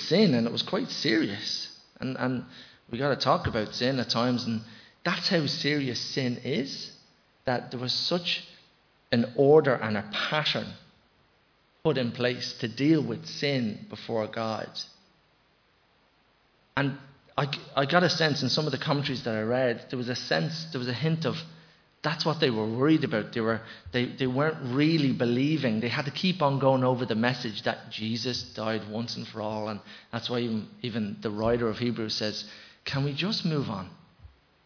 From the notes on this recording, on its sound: Recorded live in Liberty Church on 5 September 2021